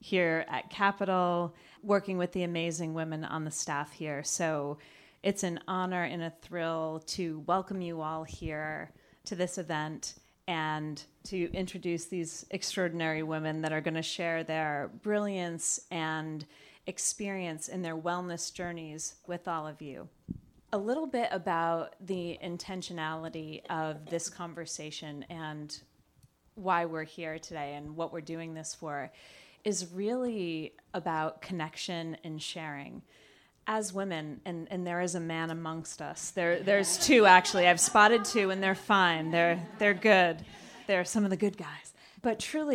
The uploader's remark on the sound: Live Panel. Our second episode in this series was recorded live in Capitol with a group of 50 clients and friends seeking optimum wellbeing.